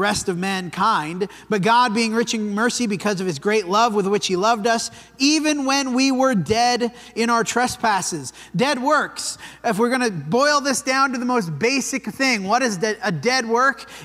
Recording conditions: large echoing room